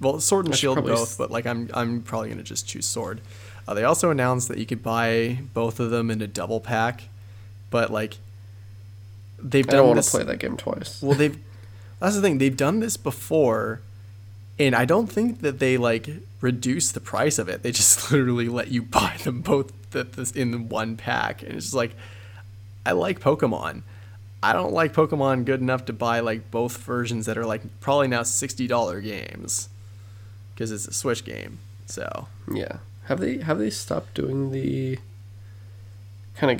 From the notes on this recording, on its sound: Excuse our dead dialogue and humming in the background.